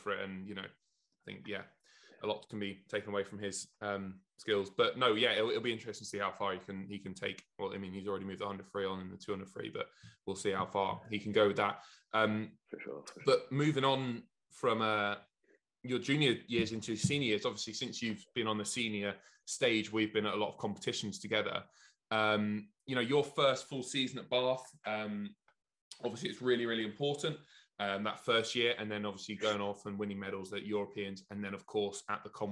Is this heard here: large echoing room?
no